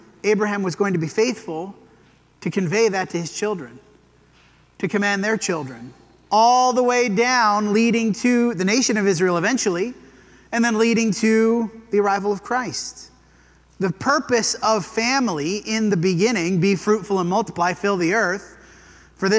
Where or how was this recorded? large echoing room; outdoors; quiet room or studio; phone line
large echoing room